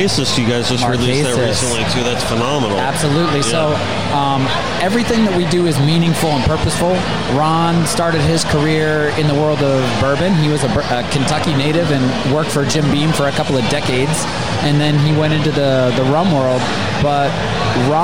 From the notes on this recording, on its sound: Join us for this very special LIVE edition of The Connected By Water Podcast. We were able to sit down at the after party of the world's greatest billfish tournament, the Jimmy Johnson Quest for the Ring! Filmed and recorded at the Seminole Hard Rock Hotel and Casino's beautiful and famous new guitar hotel.